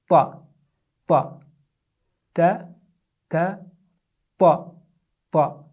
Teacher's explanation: in ta, the tongue is curved and it goes upward, and again the mouth, the space of the mouth is filled with air, which makes it heavy again.